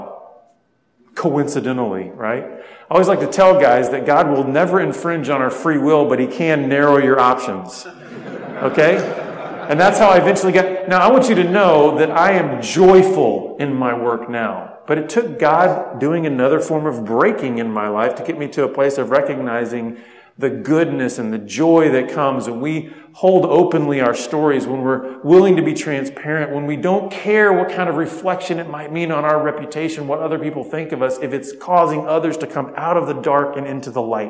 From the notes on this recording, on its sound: spoke at a men's conference